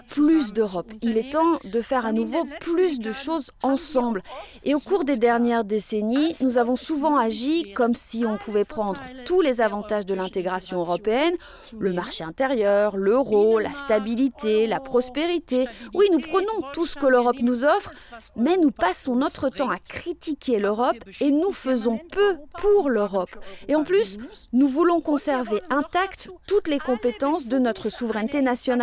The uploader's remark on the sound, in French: De 1500 personnes ont répondu à l'invitation de cette institution franco-allemande. Un épisode tout en sons, enregistré à Ludwigsbourg, lors de cette grande fête de la société civile.